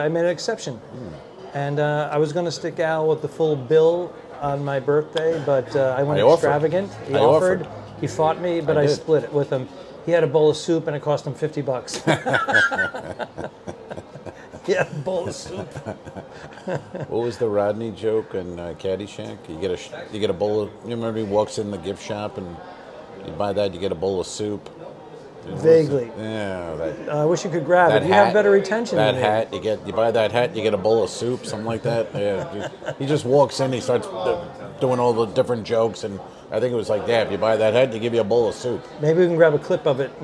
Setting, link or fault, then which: setting, busy venue